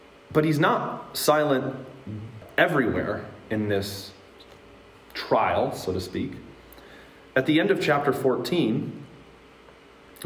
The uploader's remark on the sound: Today's word of encouragement comes from a sermon I preached at Hope Evangelical Free Church on February 24th, 2022.